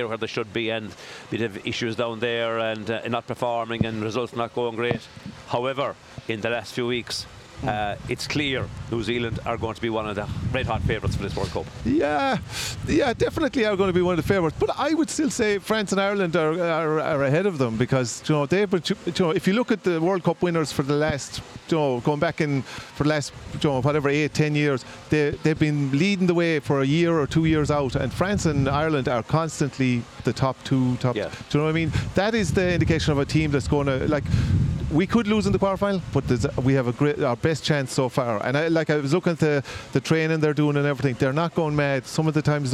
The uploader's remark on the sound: A first for the lads this week as the show was broadcast live at 1pm On Saturday as part of the 2023 Harbour Festival.